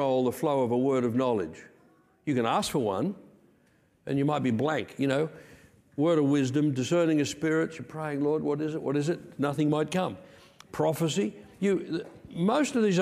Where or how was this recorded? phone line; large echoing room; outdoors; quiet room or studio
large echoing room